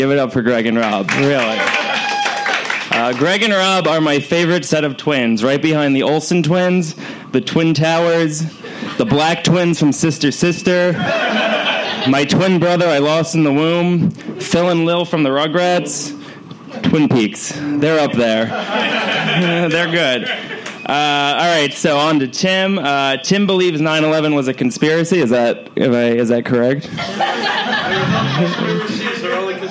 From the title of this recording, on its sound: Live Show